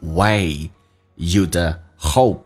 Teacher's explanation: way 饱满一点，先发 a 再发 e，滑动过去